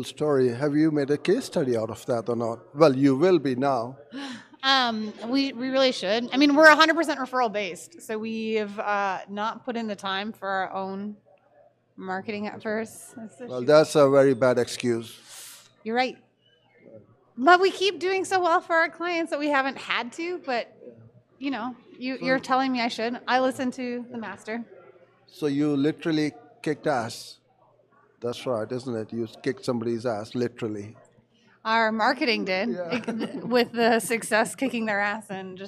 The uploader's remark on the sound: At DigitalMarketer Certified Partner Training Day